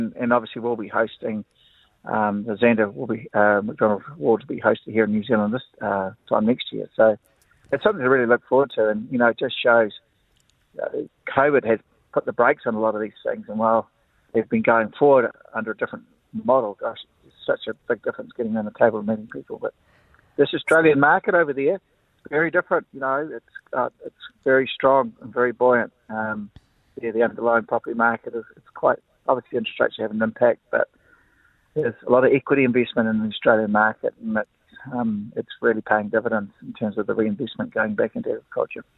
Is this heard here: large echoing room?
no